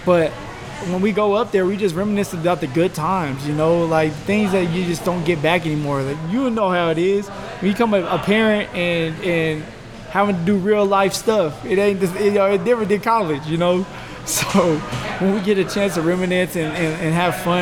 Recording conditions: busy venue